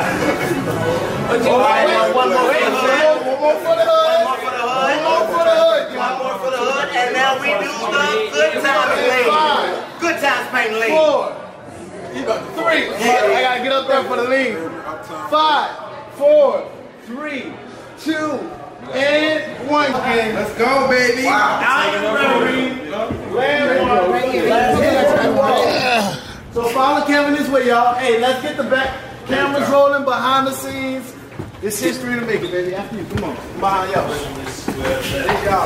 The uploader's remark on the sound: 85SouthshowLIVE from The House Of Blues NO. The crew returns for part 2 of The 85 South Live Show from the House of Blues New Orleans. Take the stage for stand-up comedy sets in front of a sold out audience on Decatur Street. You’re gonna love the musical songs created live on stage. The live band (hired off craigslist) check in to bring out the real New Orleans feeling.